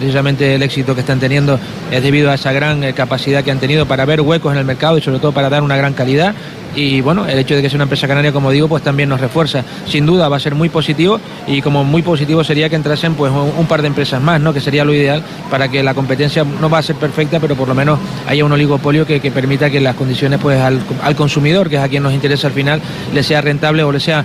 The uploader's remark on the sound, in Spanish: hemos iniciado nuestra programación especial desde Fitur 2024